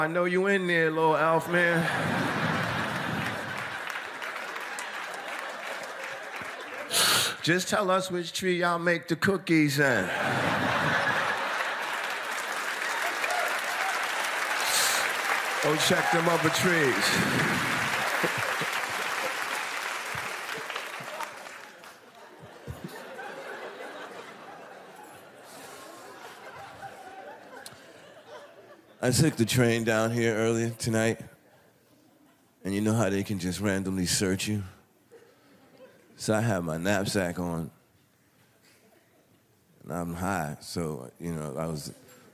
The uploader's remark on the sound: Takes the stage and captivates the audience with his unique style of humor and engaging storytelling.